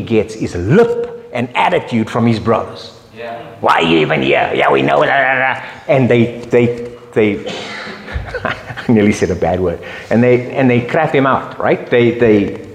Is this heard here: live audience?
yes